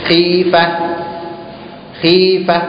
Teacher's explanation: المكسور هو أضعف درجات التفخيم